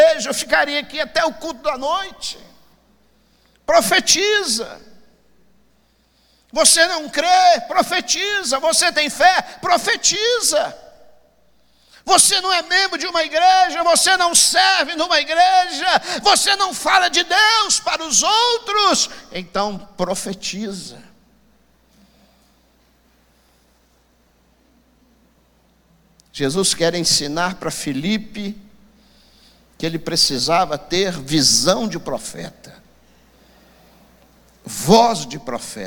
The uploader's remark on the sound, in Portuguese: Transmissão ao vivo do Escola Bíblica Dominical, realizado na Igreja Batista Moriá.